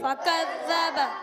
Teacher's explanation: کے سخت حصے سے لگتی ہے تو کاف ادا ہوتا ہے زال کو ہم باریک رکھیں گے زال مشدد ہے رک کر ادا کرنے